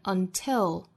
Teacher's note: 首先元音不能读得过紧尾部又有舌侧音